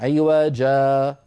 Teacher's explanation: نعوض عن التنوين، عن تنوين النصب بألف، لأن هذا مد عوض كما درسنا في بحث المدود، فنقول عوجا، هذا عند الوقف، كذلك عند السكت.